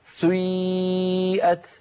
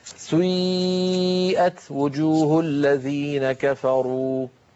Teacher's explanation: سيئت هذه الحركة يسميها العلماء حركة مركبة، مركبة يعني من حركتين أولها ضمة وآخرها كسرة كما نطقتها لك.